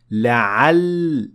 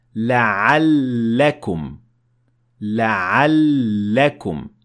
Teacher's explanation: the lam has shadda, which means that you're going to pronounce the lam two times, and you would say la'allakum.